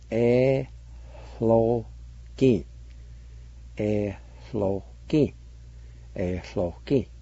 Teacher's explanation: there's a faint H sound right between the first two letters, between the E and L